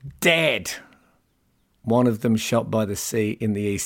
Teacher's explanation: So that dead exclamation mark, it's a caesura, which you may have heard of. In other words, a sort of a cease, a pause in the line.